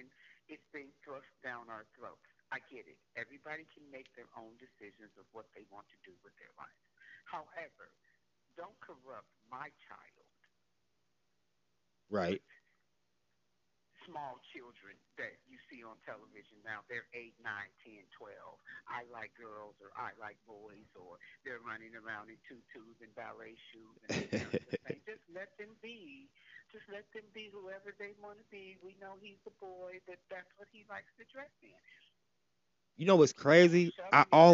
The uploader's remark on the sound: Had two guest over the phone today